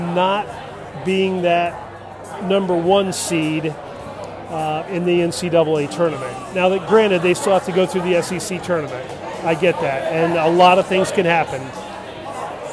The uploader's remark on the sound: On location from Bier.